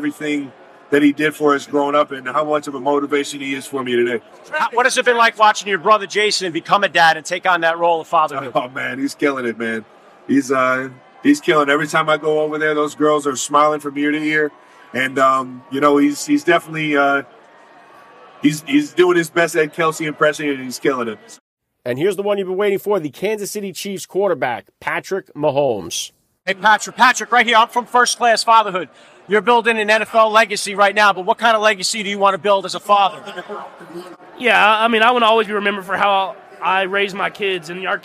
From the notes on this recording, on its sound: Super Bowl 57 Media Day. First Class Fatherhood was live from the Footprint Arena in Phoenix, Arizona.